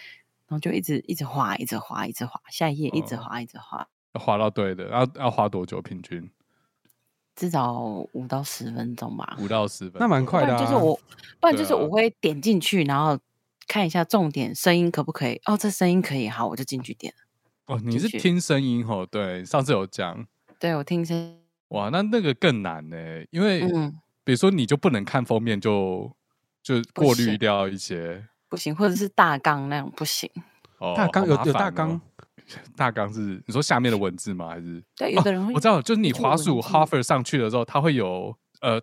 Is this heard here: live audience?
no